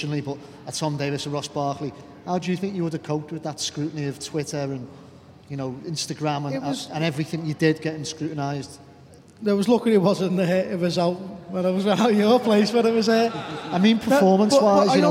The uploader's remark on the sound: Special recording of our first-ever Royal Blue Live event that took place at the Baltic Market in Liverpool on Wednesday. A special recording of our first-ever Royal Blue Live event that took place at the Baltic Market in Liverpool.